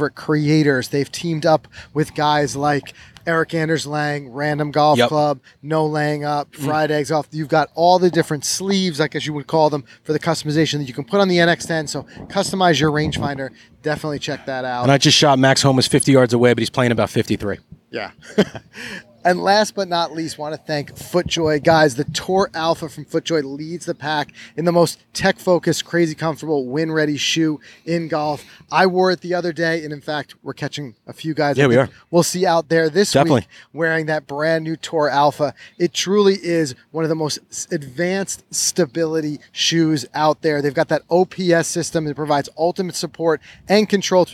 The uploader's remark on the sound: We're on location in Brookline at The Country Club